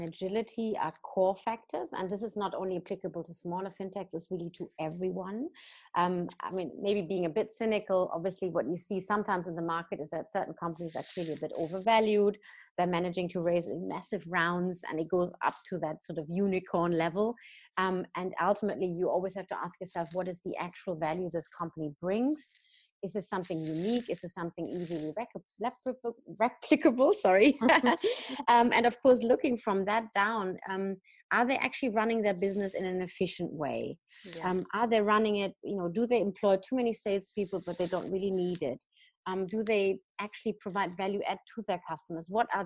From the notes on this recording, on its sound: joined over Zoom